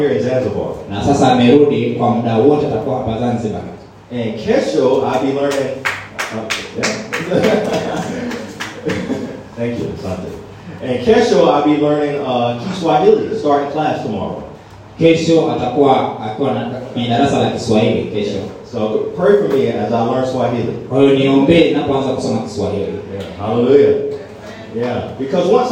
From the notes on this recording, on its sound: preached at a great church in Zanzibar, Tanzania